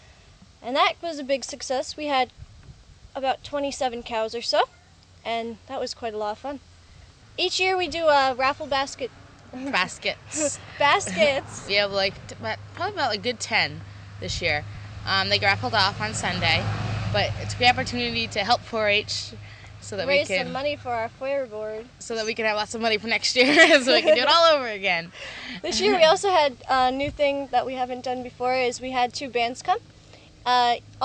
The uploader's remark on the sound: New London County 4-H Exposition. Recorded on Sunday morning at the fairgrounds after the two girls had finished showing dogs.